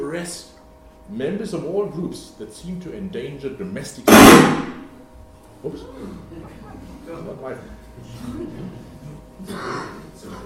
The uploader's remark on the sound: The lecture was given on 28 November 2017 at the German Historical Institute London.